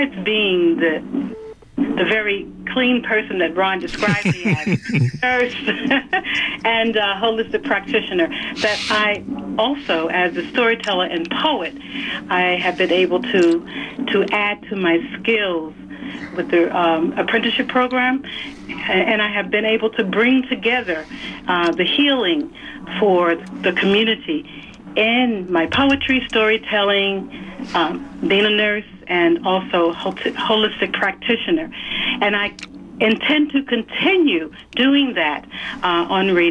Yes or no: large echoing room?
no